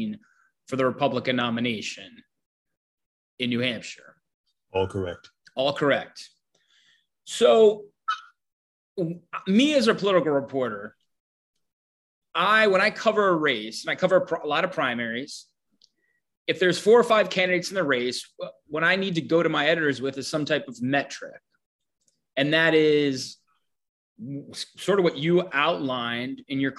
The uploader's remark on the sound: jumped on a Zoom